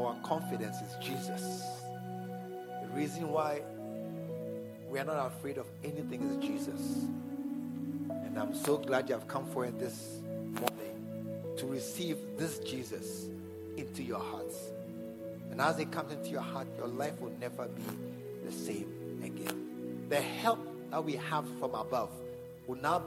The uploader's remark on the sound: at the SAT service, True Vine Cathedral, Bantama